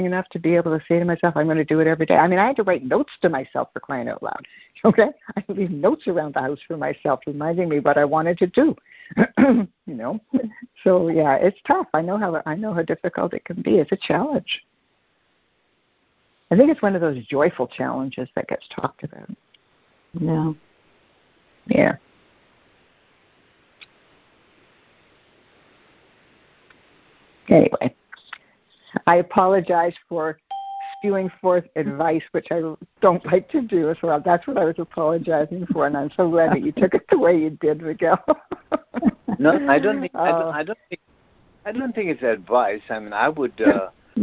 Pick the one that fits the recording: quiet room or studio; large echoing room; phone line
phone line